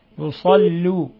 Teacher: ما في تفخيم اللام في المضموم، اللام مضمومة لا تفخم